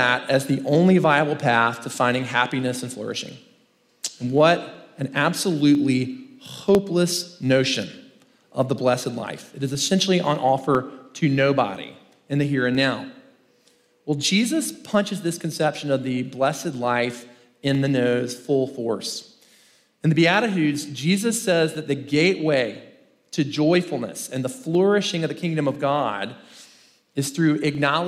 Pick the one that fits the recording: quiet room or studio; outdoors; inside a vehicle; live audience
live audience